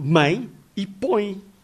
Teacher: Vejam-se, por exemplo, mãe e põe, escritos com um e é, que soa i.